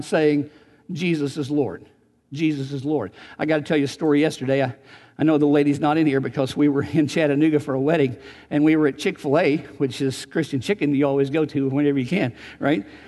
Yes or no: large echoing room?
yes